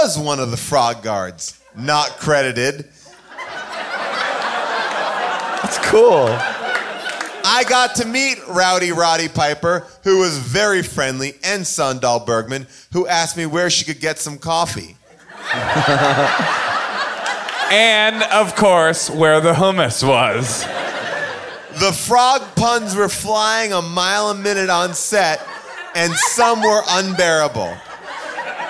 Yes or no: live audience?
yes